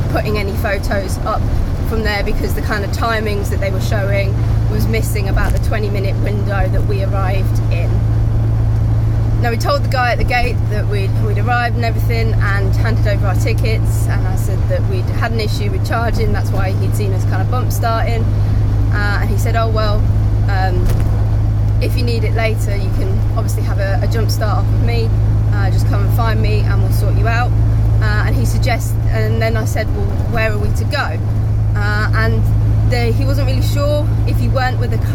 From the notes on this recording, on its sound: all recorded from my 1968 Morris Minor, Peggy